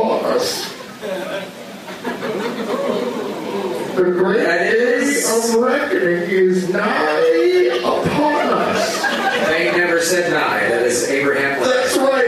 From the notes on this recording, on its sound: Takes on audience members at the Firebird in St. Louis.